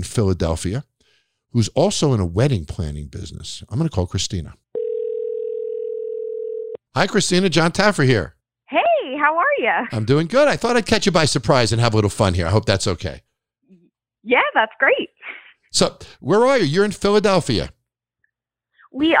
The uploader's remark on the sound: Takes a few calls from everyday hard working people who have been directly affected by the pandemic.